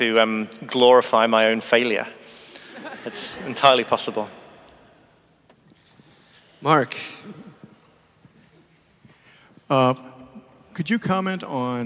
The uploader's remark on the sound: Friday afternoon talk at our 2017 Conference in NYC. At St George's Episcopal Church.